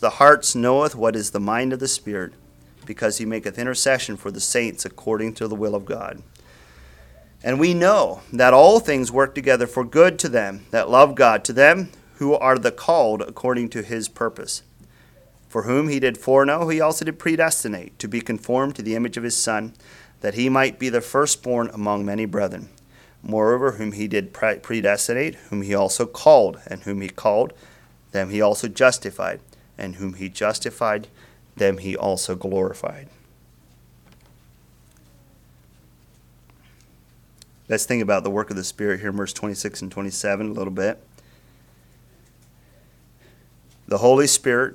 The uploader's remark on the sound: Message preached at Word of Hope on June 4, 2023